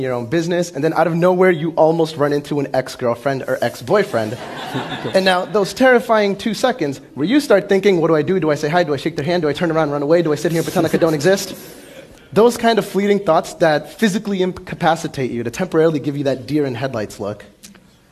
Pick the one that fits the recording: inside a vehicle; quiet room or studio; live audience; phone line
live audience